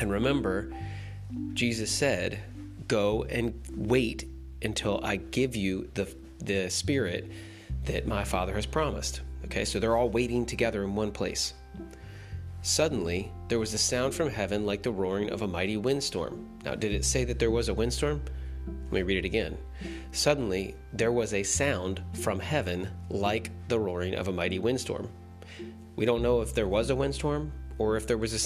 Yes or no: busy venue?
no